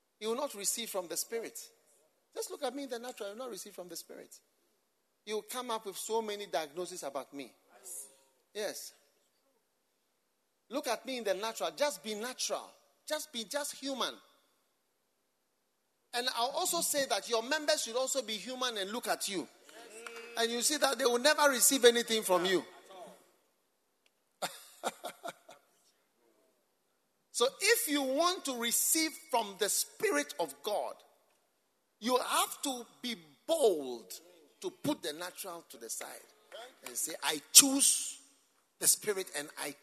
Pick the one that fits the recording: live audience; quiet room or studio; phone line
live audience